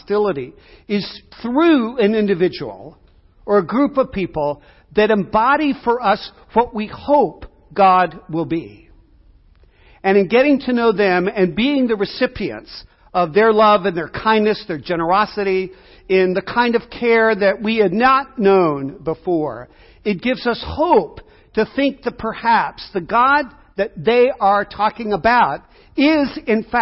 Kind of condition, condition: setting, large echoing room